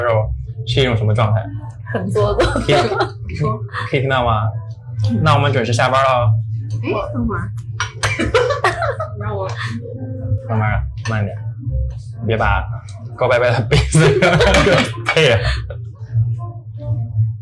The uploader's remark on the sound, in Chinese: 由于我们是在外面边吃饭边录制，爆音有点严重。